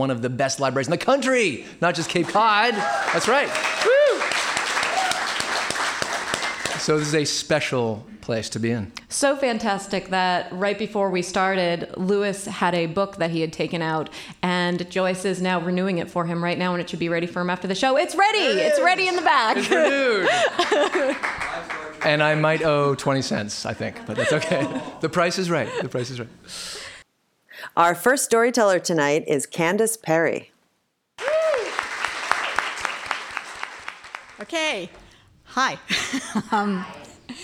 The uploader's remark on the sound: Recorded live at Wellfleet Public Library